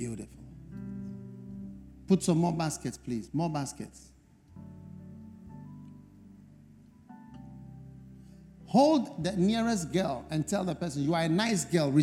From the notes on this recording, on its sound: Preached At The First Love Centre, Accra, Ghana